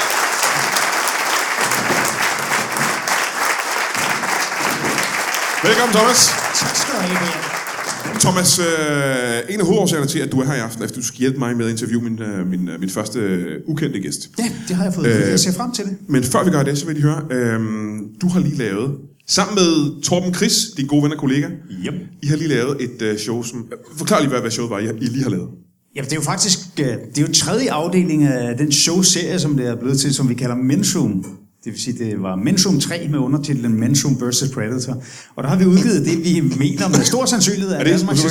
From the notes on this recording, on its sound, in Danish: LIVE fra Vejle.